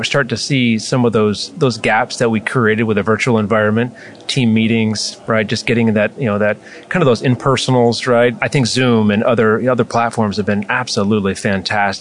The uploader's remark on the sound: live at AHRMM23 in Orlando